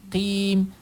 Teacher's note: qaf itu juga pun dia kena tebal